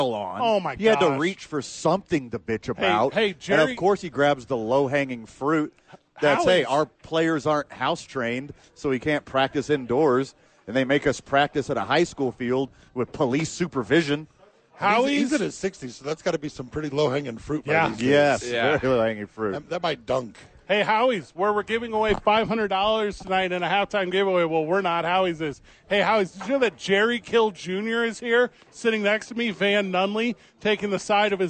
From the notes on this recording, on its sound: live at HOWIES!